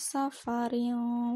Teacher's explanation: huruf rinnya itu adalah bersifat tarkik karena roknya rok kasrah tanwin